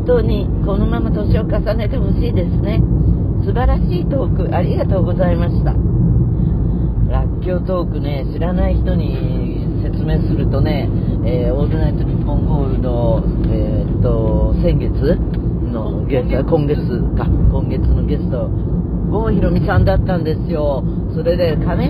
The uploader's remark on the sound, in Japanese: 八王子の実家へ向かう車の中からコンニチハ。